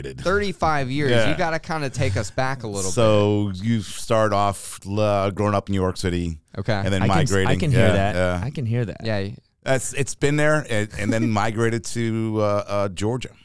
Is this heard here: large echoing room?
no